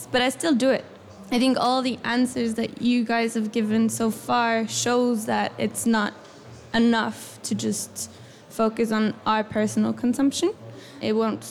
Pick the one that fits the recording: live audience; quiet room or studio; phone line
live audience